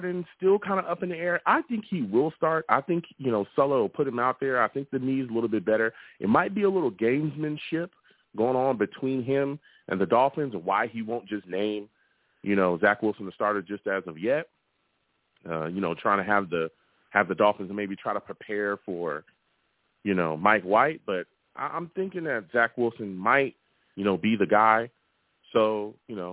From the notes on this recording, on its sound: I also take live callers!